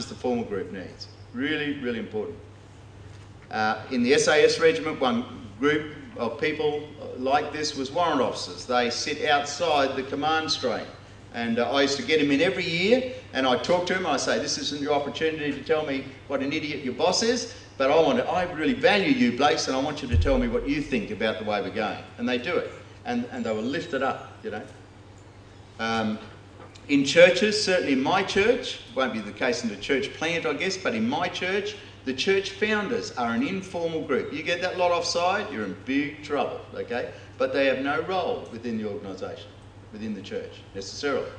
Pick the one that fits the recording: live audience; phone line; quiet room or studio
live audience